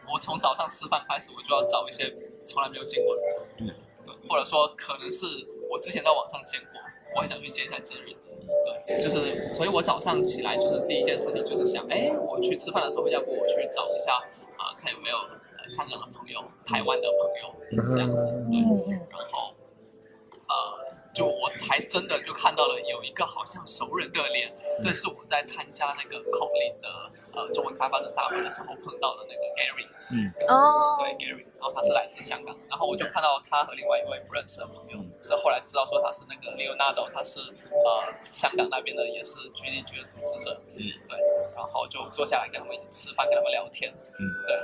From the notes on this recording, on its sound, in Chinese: Google I/O Connect 现场特别篇。于上海参加 Google I/O Connect 大会及 Community Mixer 活动时录制的特别节目。于 Google 在上海浦东预订的酒店大堂临时录制了本期特别节目。